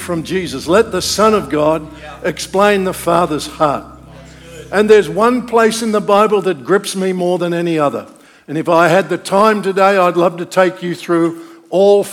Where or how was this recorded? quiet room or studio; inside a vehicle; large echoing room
large echoing room